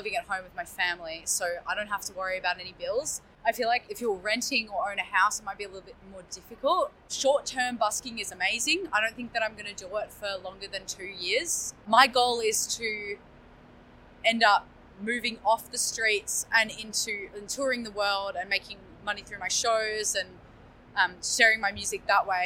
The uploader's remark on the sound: Interview recorded on August 10, 2023 (Bourke Street Mall, Melbourne Central Business District)